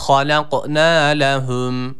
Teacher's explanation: Nunu uzatırken yine e-a arası bir ses veriyoruz. Bir elif miktarı.